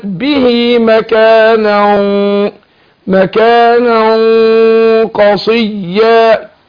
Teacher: مكانا قصيا ده اخفاء وبفخم الغنه عشان القاف